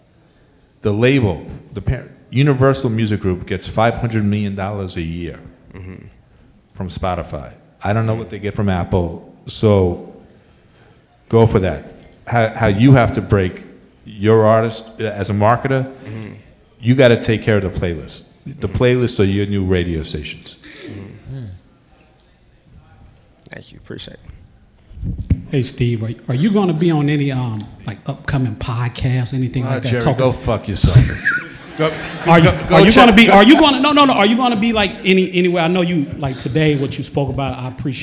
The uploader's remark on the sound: At A3C. A special Live recording at the A3C Festival.